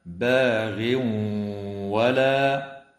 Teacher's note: ويدغم التنوين في الواو مع الغنة في قوله تعالى باغ ولا